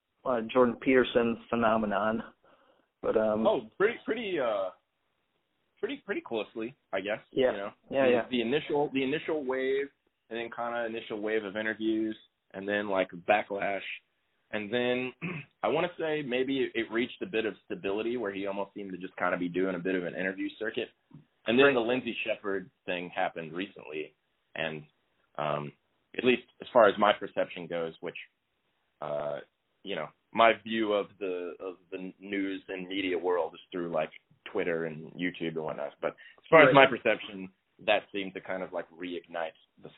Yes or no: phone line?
yes